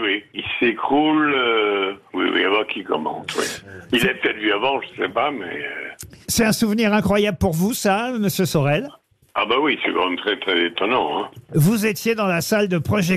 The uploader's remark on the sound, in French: LE COUP DE FIL DU JOUR